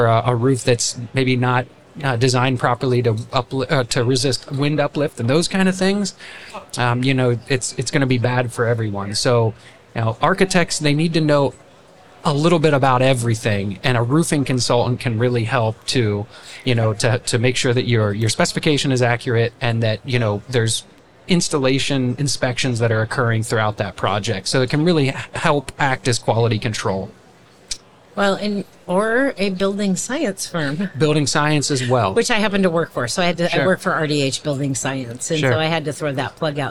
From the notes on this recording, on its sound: LIVE from A'23. We share a conversation from our live podcasting event at the 2023 AIA Conference on Architecture in San Francisco, California.